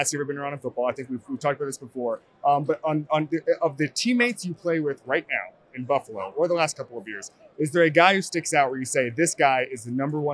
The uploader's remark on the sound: from Radio Row